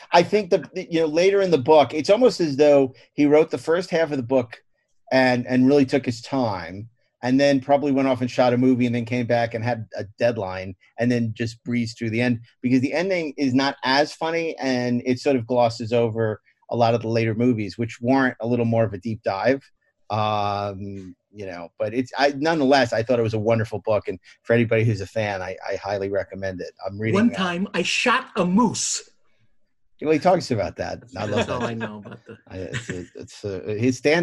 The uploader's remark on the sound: Due to quarantine and social distancing during the pandemic, this episode was recorded via Zoom and, as such, is not up to the usual audio quality standards of our regular episodes.